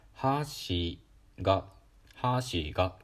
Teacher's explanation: 物を食べるものだと「はーしーが」「はーしーが」となるので「たかひくひく」となるんですね